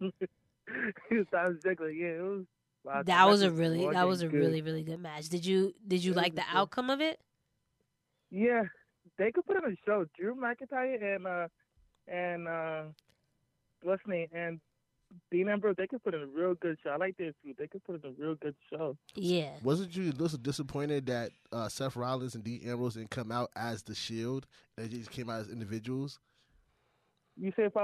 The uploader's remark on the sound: The two also took in some call ins, as the listeners expressed their thoughts about HIAC.